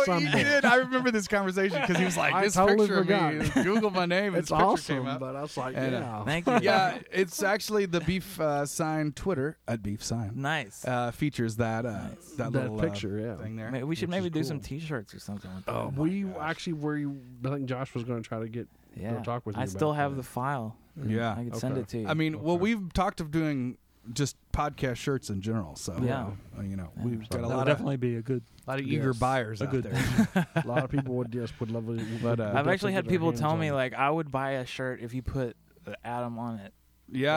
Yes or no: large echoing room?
no